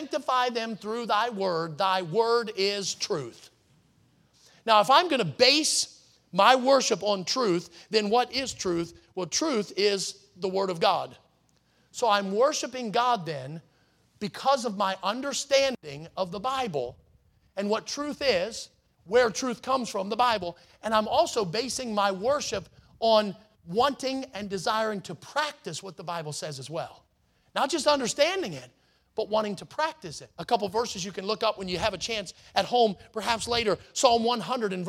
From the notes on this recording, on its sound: in the Sunday Morning Service on June 4, 2023, at Victory Baptist Church in Boonsboro, Maryland.